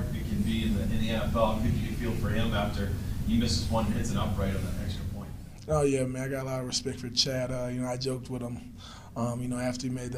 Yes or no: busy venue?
yes